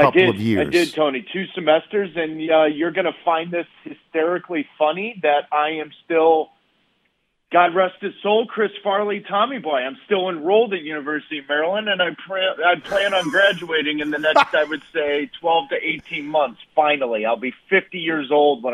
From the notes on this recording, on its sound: phones